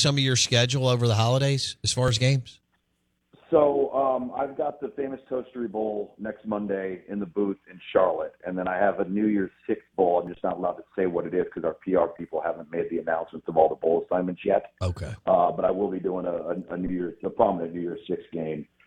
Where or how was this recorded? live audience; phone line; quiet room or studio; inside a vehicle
phone line